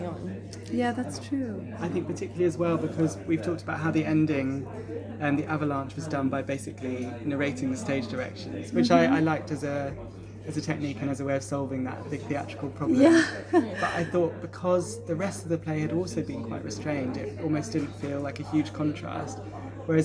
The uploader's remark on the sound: On location in London. Variation in sound quality comes from recording in public spaces or in transit.